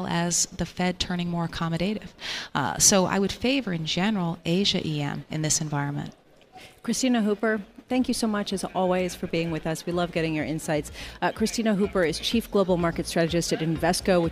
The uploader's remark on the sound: Broadcasting Live from the BNY Mellon Pershing INSITE conference in Phoenix.